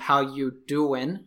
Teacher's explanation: taking out the R and just saying the collocation of how you doing